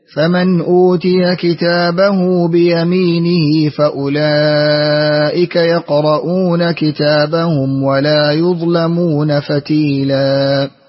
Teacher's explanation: قرأت لقالون، أسكنت ميم الجمع، اندرج معه أبو عمرو وابن عامر.